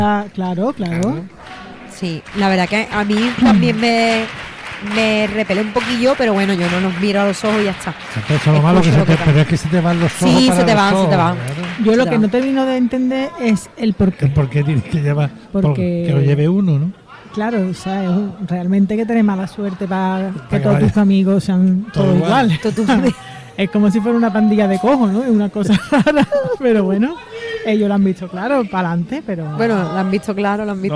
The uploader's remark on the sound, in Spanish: En directo desde el Gran Teatro Falla de Cádiz. Onda Cero Cádiz.